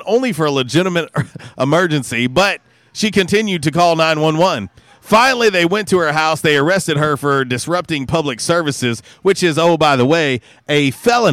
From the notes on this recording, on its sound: Was a “Women Rock Wednesday” LIVE from YesDogGrill!